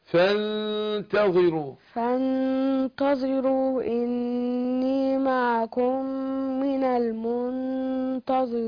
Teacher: تخفي النون عند التاء، فانت مع الغن حركتين · Term: الاخفاء